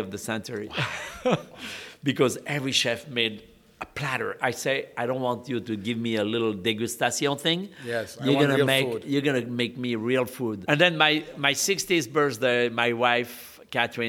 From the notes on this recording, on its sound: on location at his newly launched Brasserie Boulud at the Sofitel Obelisk in Dubai